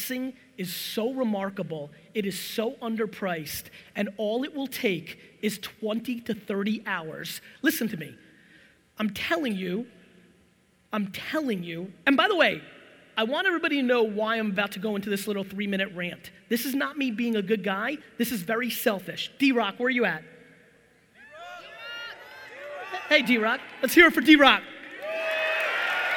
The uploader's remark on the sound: A FIRE Keynote in Orlando, Florida.